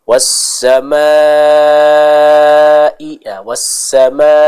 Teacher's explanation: Maka di sini kita harus memanjangkannya 4 sampai 5 harakat. Jangan terburu-buru ketika membaca kata tersebut, tapi kita sempurnakan terlebih dahulu mad atau panjangnya dengan 4 sampai 5 harakat. · Term: mad wajib al-muttasil